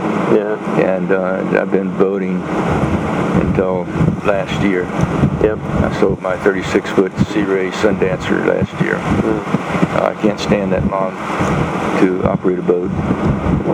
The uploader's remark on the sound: recorded a couple years ago on a very windy night